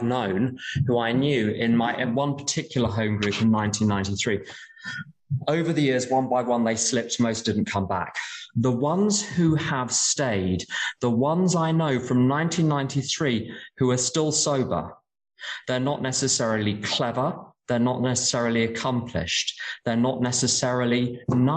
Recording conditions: video call